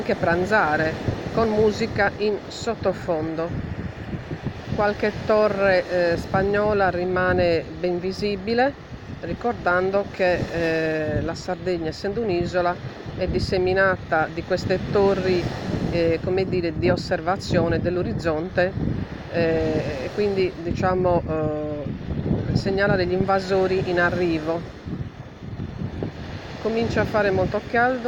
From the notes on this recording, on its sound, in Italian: Podcast prodotto in data 15/08/2022 dalla spiaggia del Poetto per audiodescrizione a voce diretta su microfono bloccato.